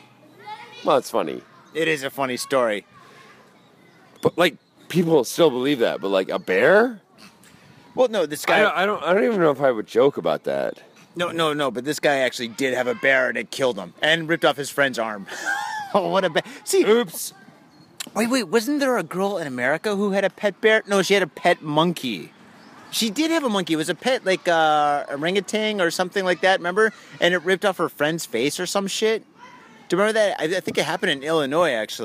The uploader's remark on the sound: Studio, we don't need no stinkin' studio, we got the South Side Park to roll in! Grab a mic, 6pack and the park.